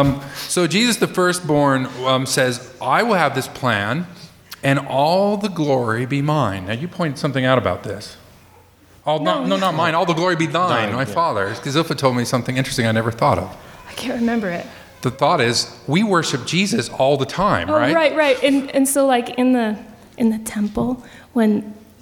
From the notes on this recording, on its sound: This is the live recording on stage at the Salt Lake Downtown library recorded 4/15/12.